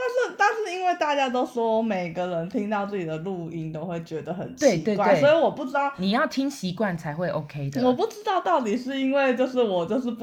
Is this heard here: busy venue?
no